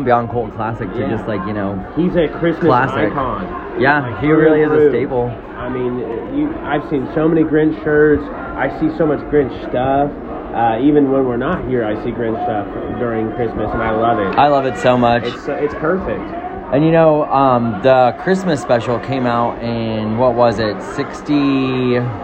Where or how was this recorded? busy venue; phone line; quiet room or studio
busy venue